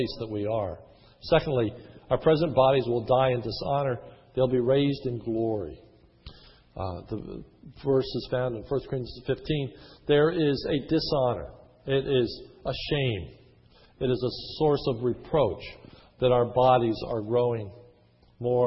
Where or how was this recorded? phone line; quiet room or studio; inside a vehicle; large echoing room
large echoing room